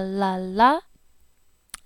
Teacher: the whole front of your tongue hitting up against the side of the teeth and the ridge.